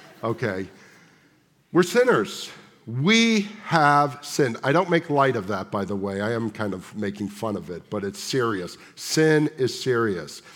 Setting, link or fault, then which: setting, large echoing room